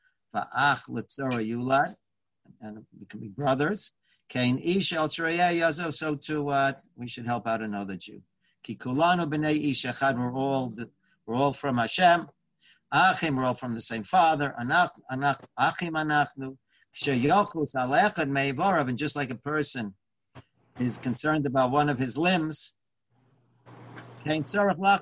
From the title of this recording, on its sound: Live On Zoom